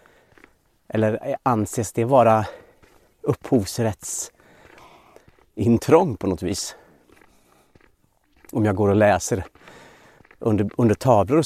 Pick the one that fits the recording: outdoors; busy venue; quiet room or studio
outdoors